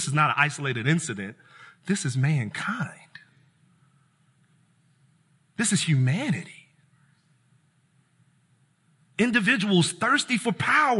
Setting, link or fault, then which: setting, large echoing room